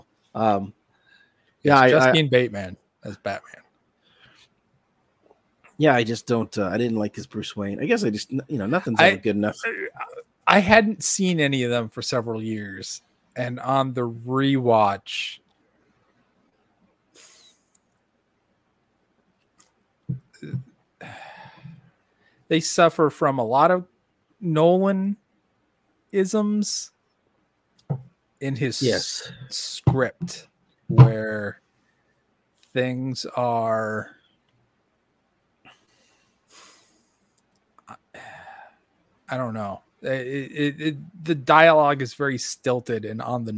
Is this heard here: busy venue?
no